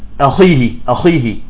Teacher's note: الخاء هنا مكسورة وهو بفخمها